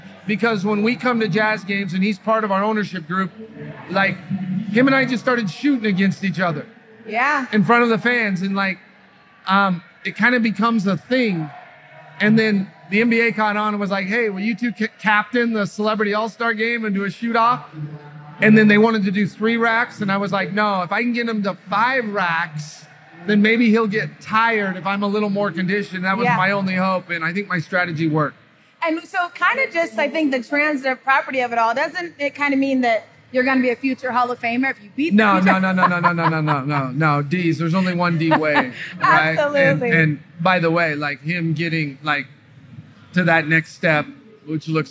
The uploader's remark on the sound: Live at NBA All-Star in Utah